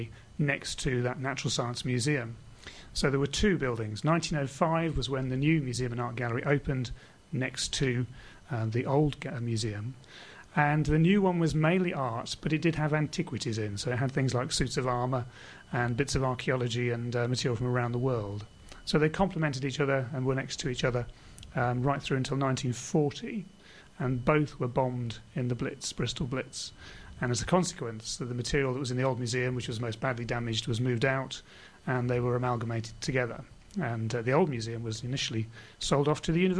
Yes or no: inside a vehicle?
no